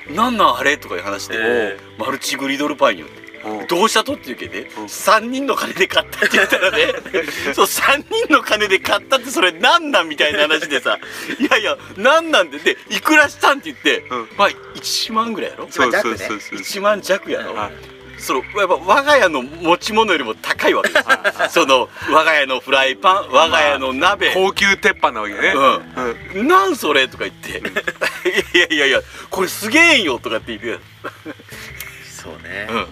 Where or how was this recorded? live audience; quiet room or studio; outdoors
outdoors